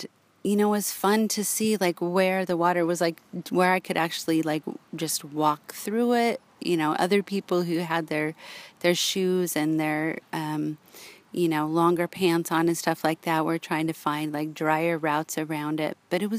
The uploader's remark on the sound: I sit in a local park, and share the experience of hiking in this amazing location, just outside of South Lake Tahoe.